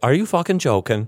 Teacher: And it ends like it's a question, right? Mm-hmm. Breathy and ends like it's going upward.